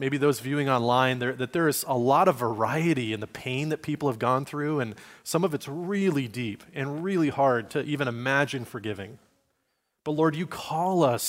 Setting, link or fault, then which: setting, large echoing room